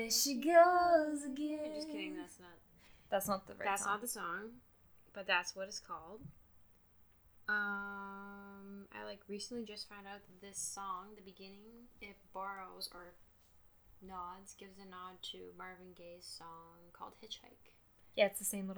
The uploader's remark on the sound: I still don't know how to use a microphone